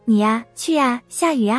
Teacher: 当啊前面的字以一、于、诶这些音结尾时，啊就读成呀